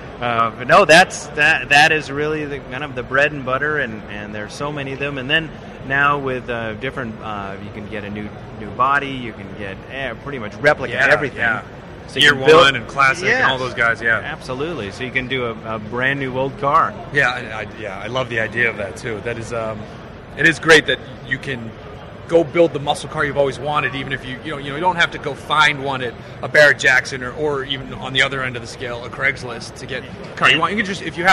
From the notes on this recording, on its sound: We're live from the SEMA show floor